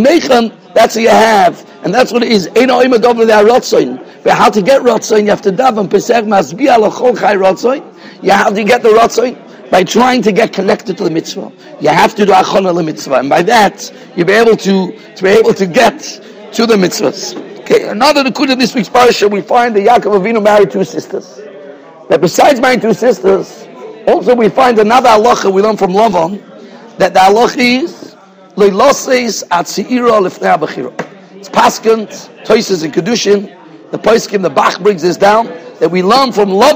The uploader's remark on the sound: Shiur recorded in Yeshivas Ohr Reuven, Monsey, NY.